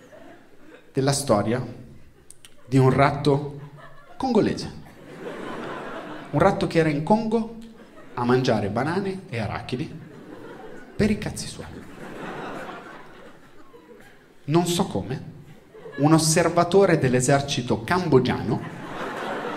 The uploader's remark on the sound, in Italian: Registrato al Teatro Puccini di Firenze